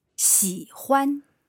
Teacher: so that's third tone and then first tone